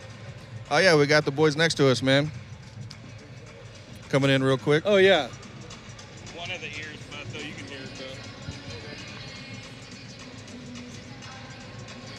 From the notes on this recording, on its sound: Live From Press Row. On this episode we do our first live on location from Charles Koch Arena for the Wichita Skykings game.